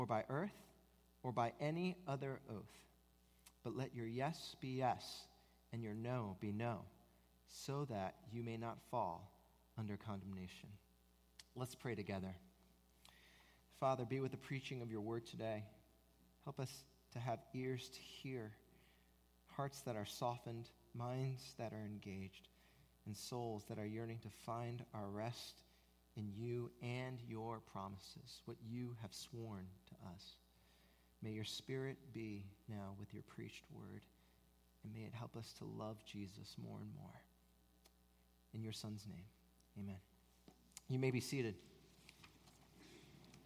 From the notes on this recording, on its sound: At Redeemer Presbyterian Church in Charleston, SC